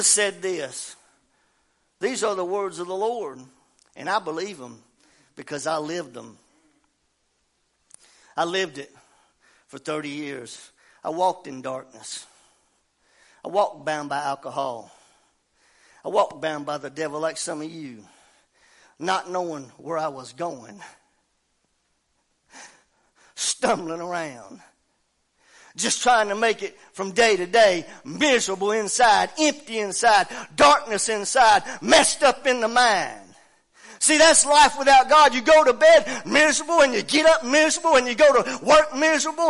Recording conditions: large echoing room